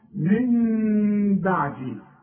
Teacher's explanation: يبقى لنا في ثلاث احكام العلماء بيقولوا اقلب هنقلب النون الى مين ونخفيها بالشفايف اخفاء مع الغنة. واسمع نطقها من بعدي، ما اقولش من بعدي واقولها نون، ولا اقولها ميم خالصة واقول من بعدي، يحصل انفراد في الشفايف.